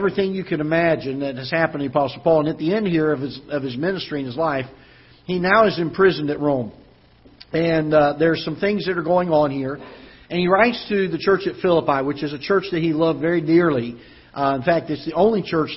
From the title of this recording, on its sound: Ketha Heights Baptist Church ~ Live Broadcast